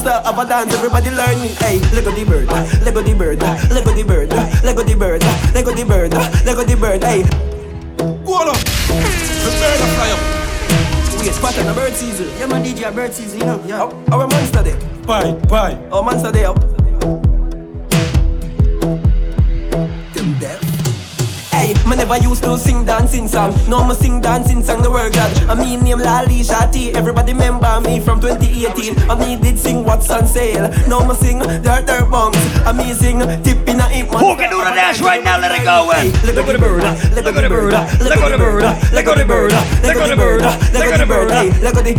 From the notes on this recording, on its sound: Live Audio recording of my set at island saturdays